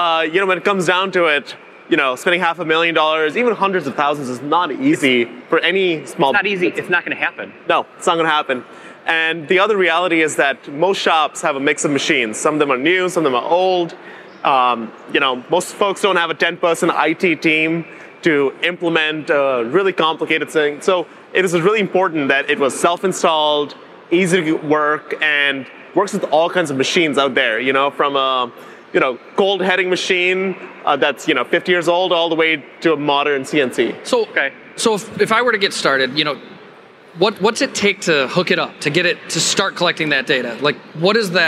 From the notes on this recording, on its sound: Joined us live at IMTS.